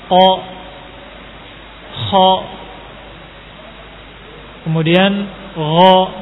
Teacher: masih terbuka karena tidak memiliki sifat lebih yaitu itbaq · Term: infitah